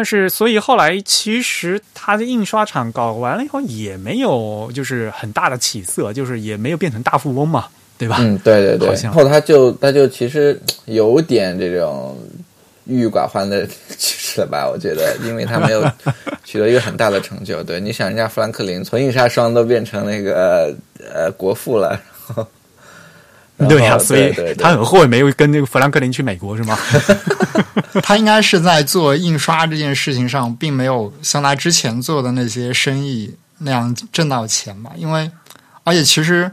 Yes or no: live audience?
no